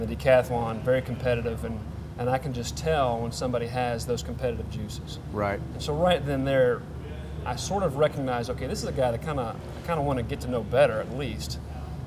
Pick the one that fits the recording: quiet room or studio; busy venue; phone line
busy venue